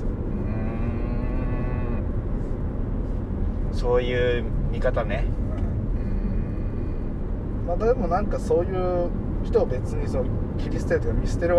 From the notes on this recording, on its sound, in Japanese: 早朝ドライブで、無駄なはなし。今回は初となる早朝収録。